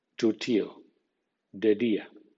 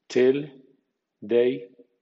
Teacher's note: Cuando en español decimos tu tío y de tía, tocamos los dientes con la lengua. En inglés, en cambio, la lengua debe ir un centímetro más atrás, a la encía.